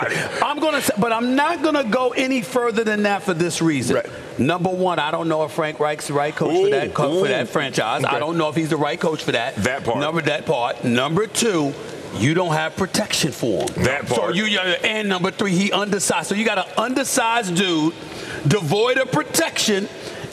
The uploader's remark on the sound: Live from Savannah State University!